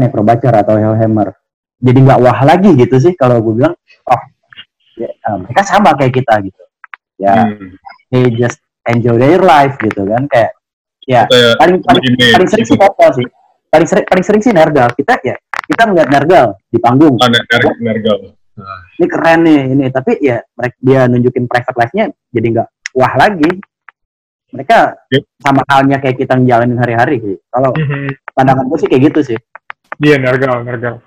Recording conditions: video call